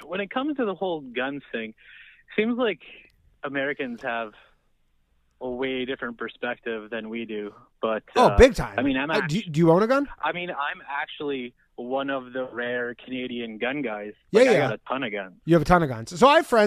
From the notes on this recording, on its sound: The bad advice question/call in show.